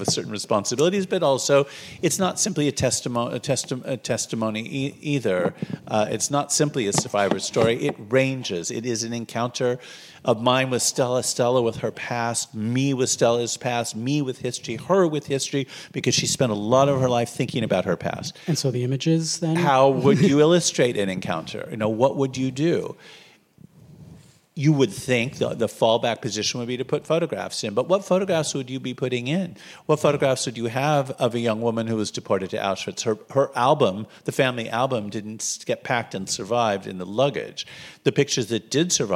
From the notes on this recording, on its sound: Live from Holocaust Education Week. Kicked off Neuberger Holocaust Education Week in Toronto. Live at this special podcast recording, in partnership with the Toronto Holocaust Museum and the Prosserman JCC.